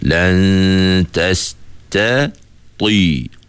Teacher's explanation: huruf ta ataupun huruf itba' ini, sebahagian besar lidah kita tu dia naik ke atas. Kalau kita sebut lan tastati, lidah kita banyak naik ke atas.